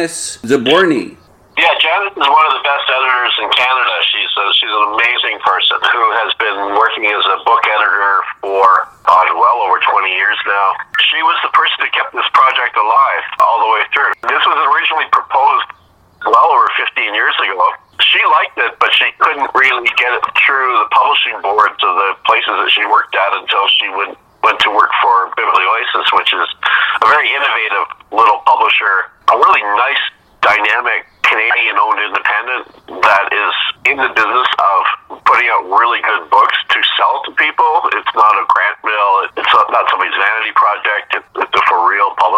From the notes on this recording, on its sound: over the phone